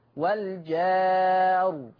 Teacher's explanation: لو انا بقى هفتح الالف مش هقللها، لما اقف على الراء هفخمها · Term: الفتح